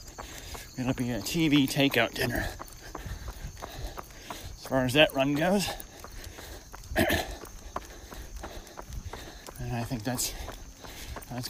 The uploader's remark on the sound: I decided to record while on a pseudo-run walk with my dog Reagan.